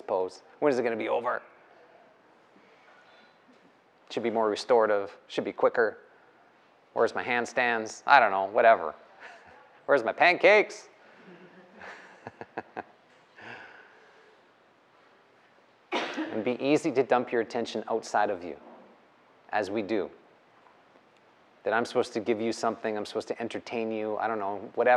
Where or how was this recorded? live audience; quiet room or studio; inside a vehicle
live audience